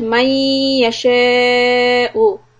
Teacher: the ya is idgham, and always remember to hold it long enough so that you have the gunna come out clear